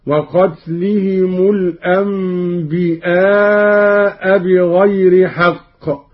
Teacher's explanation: قرأ قالون بهمز الياء